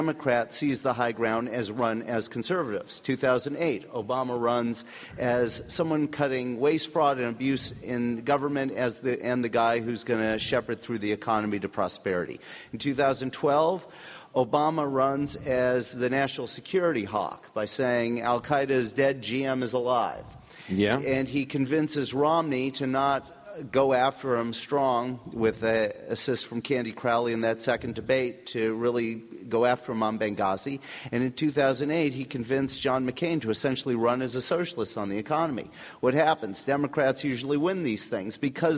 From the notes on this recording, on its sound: Recorded in front of a live audience at Politicon.